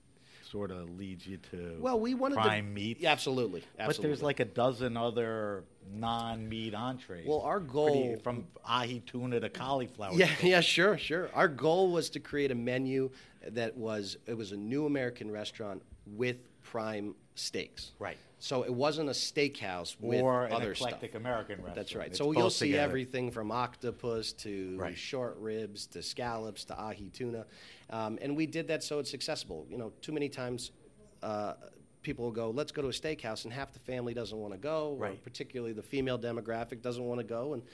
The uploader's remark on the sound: This episode of HRN On Tour was recorded at the Global Wine Dinner at Washington Prime as part of Norwalk Now's CRUSH. The proprietor of Washington Prime in the SoNo district of Norwalk, CT.